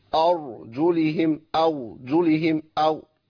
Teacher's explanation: المبالغة في الإتيان بالراء هيحقق معايا هيئة التفخيم وهجيب معايا واو بدل الراء